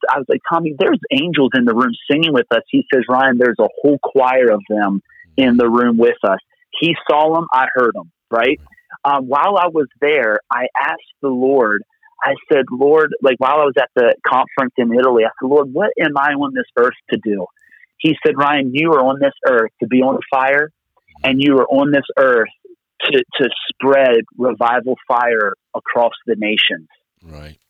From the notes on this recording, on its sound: Location: Phone. From Pennsylvania.